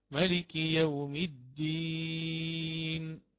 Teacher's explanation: هنا يقرأ بملكي بحذف الألف بين الميم واللام، فيقرأ ملكي، ملكي يوم الدين.